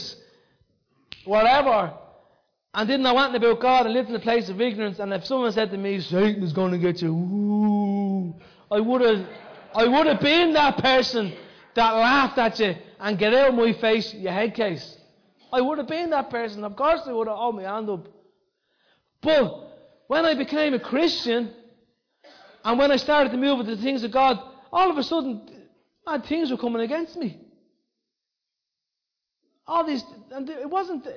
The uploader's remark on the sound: Recorded live in Liberty Church in 2019